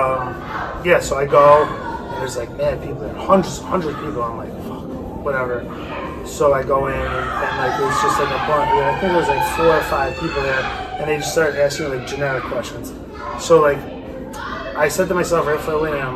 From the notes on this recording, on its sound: Snuck a 'Kast in mid Birthday Party this week. A little more background noise than usual but it's all good.